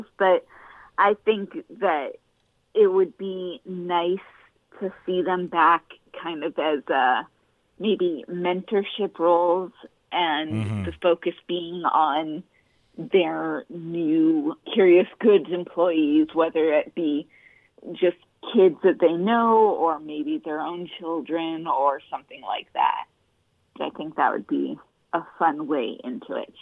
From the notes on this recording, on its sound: connecting with us via The 2GuysTalking Podcast Network Teleconference Suite